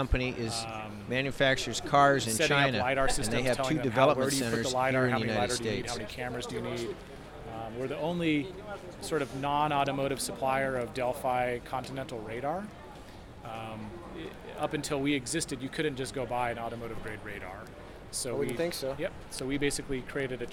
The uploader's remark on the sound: all recorded at the conference held at the San Jose Convention Center